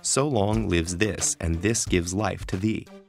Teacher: consonance is the repetition of like consonant sounds, such as the L and TH in so long lives this and this gives life to thee.